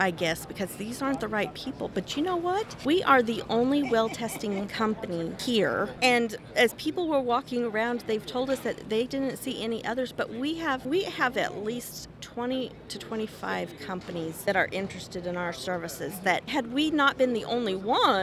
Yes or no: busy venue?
yes